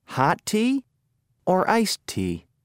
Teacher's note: Notice the intonation rises and then falls in questions that ask a choice.